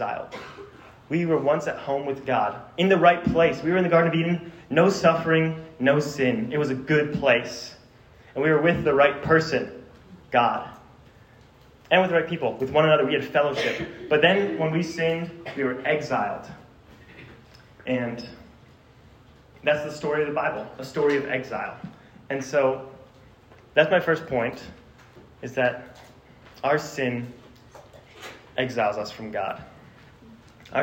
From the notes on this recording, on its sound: This sermon was preached to a Junior High audience